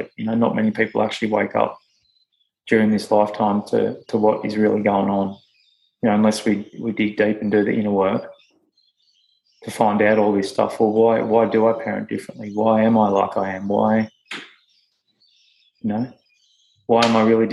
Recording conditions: sounds in the background